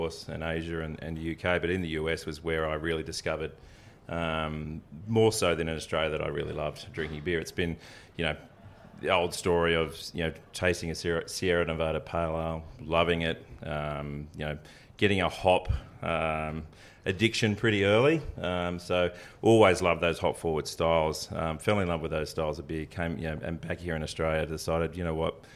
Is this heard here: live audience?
yes